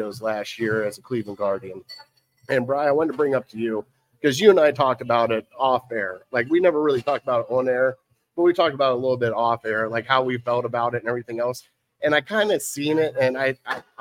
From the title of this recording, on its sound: Live At Gino's